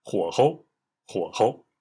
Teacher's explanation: 候是时候的候，不过在这里要读作轻声